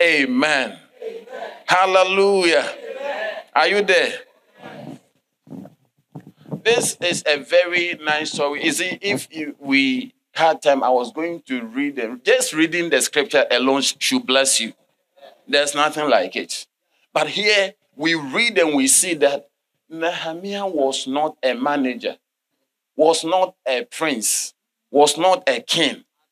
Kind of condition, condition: setting, large echoing room